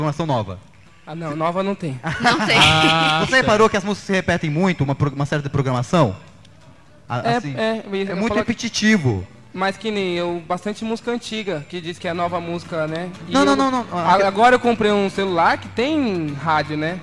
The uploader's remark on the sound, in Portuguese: (Faculdades Integradas Coração de Jesus), dando uma palestra sobre a nova tendência de mídia, os podcasts, que consistiu em nada mais nada menos que uma “gravação ao vivo” do nosso programa como todos da palestra como convidados.